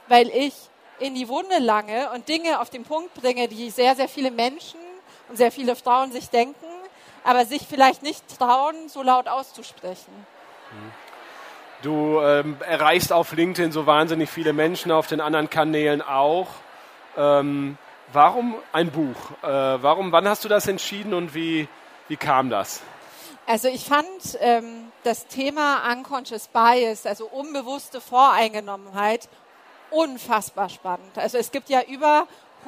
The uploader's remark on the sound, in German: Live-Gespräch auf der Karriere-Messe HerCareer